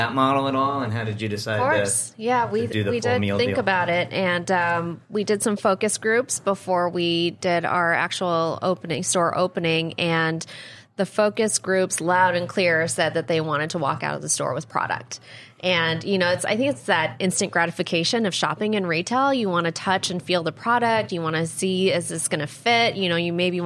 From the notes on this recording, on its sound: Recorded on Tuesday, August 8th from the eTail East tradeshow in Boston. From the eTail East tradeshow in Boston .